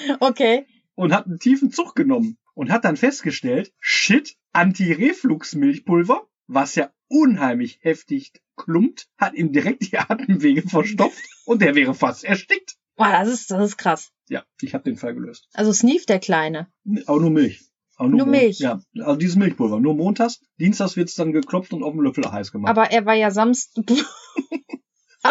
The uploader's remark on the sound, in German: Die Audioqualität ist diesmal etwas schlechter. Wir haben schon mit dem Mikro geschimpft und es gelobt Besserung.